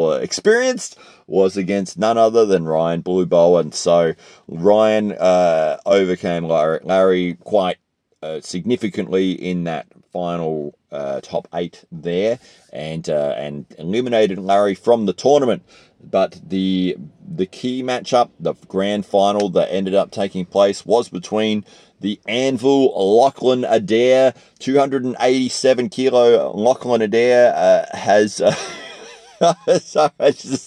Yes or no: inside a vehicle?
yes